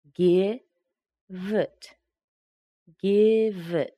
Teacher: We connect the V sound, the V, with the I next to it. So we have give it.